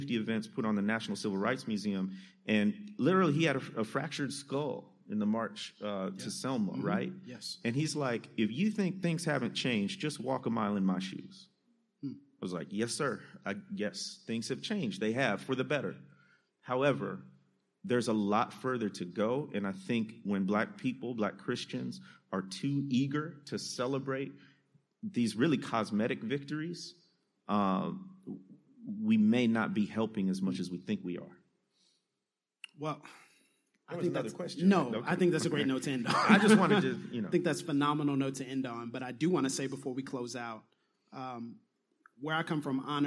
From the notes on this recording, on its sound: answering your questions from the Dallas, TX live show!